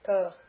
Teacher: if you say the unaspirate like ka, unaspirate, you hold your hand up to your mouth, ka, you shouldn't feel any air. Ka, there's the diaphragm is pushing air, it's aspirated.